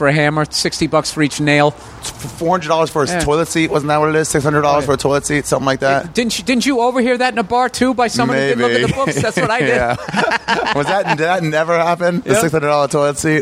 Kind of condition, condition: setting, outdoors